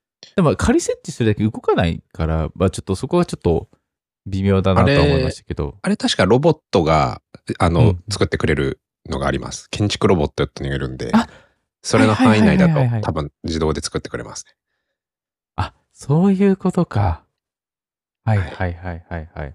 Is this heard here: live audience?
no